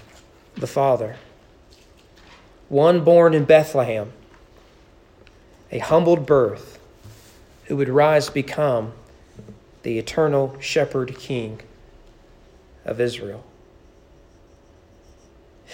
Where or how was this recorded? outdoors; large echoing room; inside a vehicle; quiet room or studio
large echoing room